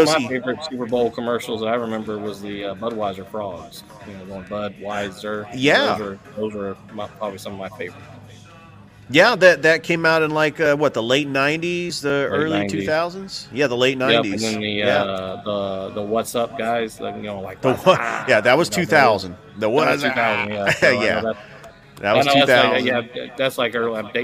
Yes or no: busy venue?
yes